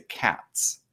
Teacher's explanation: And so there's a rule that there's actually three different forms of the plural in English. You pronounce it as an S after what we call voiceless consonants, where your voice box isn't vibrating. And so that's after like a P, T, or K.